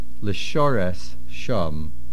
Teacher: The main accent is on the shin